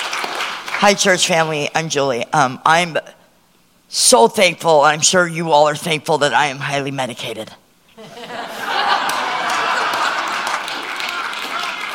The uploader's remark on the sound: Audio from our Thanksgiving Eve Service that was held November 23rd at Lighthouse Church.